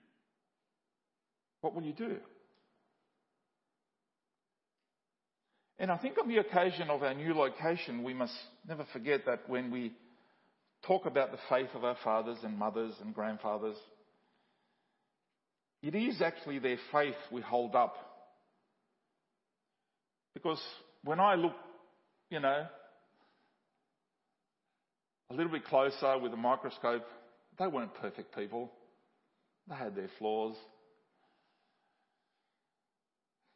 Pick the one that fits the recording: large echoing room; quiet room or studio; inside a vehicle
large echoing room